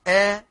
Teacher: الألف مخرجها من الفم بانفتاح، لما أقول آ ينفتح الفم فيكون جريان الغنة فيه قليل، أو يعني إن وقع فيه القارئ يكون مصاما بالخنفان.